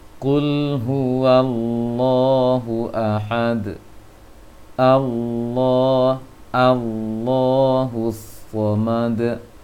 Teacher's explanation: Allah itu tebal, sehingga kalau terlalu cepat kurang dirasakan lisannya. Qul huwallahu ahad, kurang rasa.